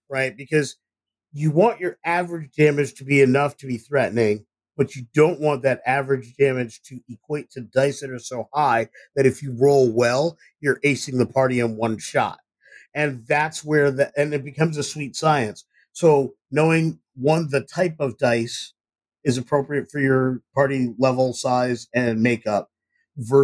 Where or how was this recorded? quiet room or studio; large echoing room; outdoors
quiet room or studio